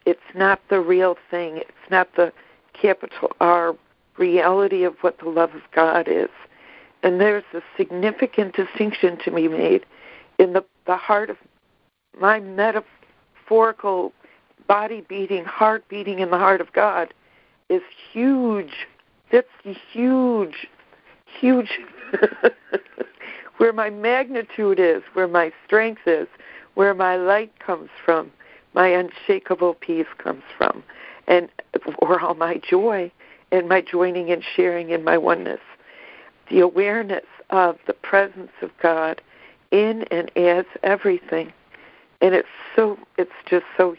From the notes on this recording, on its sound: ACIM Daily Conference Call